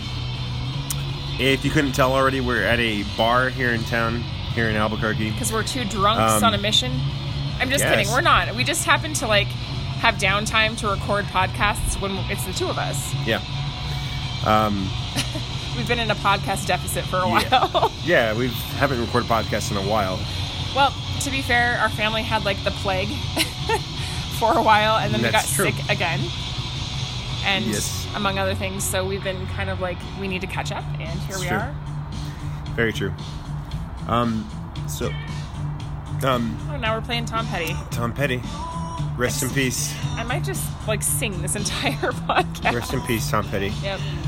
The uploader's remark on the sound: Background Noise